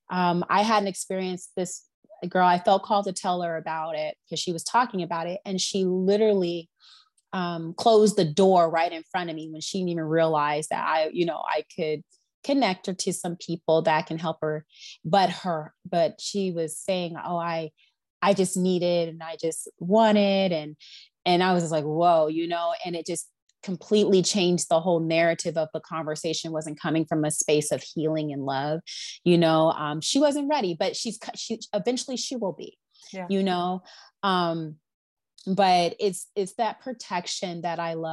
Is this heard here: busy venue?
no